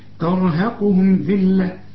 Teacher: اللام لا تغن لكن بنحققها لأنها عليها الشدة